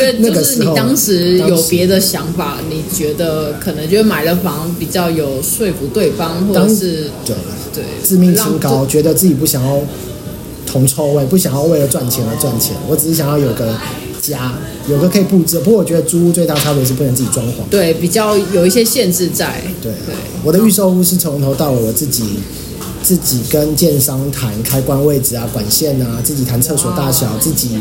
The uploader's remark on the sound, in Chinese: 麥克風測試，慎入！還是在辦公室櫃檯錄音，聲音稍微好一點。這音質有待進步。